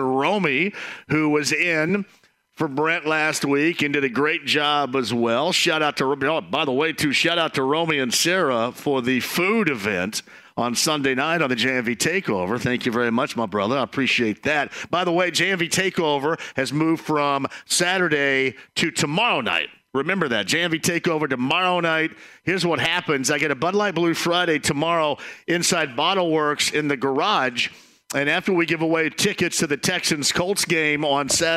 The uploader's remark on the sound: kicks off the show LIVE from Crafters in Carmel